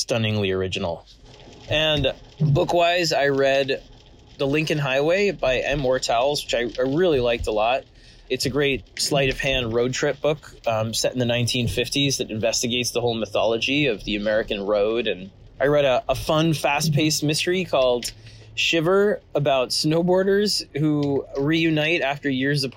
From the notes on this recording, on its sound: Apologies in advance for the scratchy audio quality, I had to record while driving around and my car loves to make every awful noise imaginable.